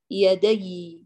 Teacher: فأتي برخاوة الياء اللينة، أجري الصوت